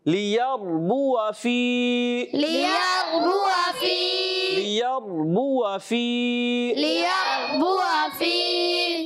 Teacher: را ساکن سے پہلے زبر آ رہا ہے تو یہ را پر ہو جائے گا، موٹا کر کے پڑھیں گے